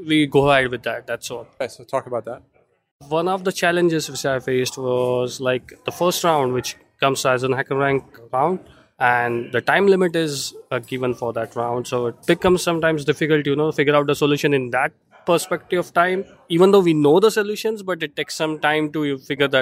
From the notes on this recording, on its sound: This was recorded at RSA Conference 2020.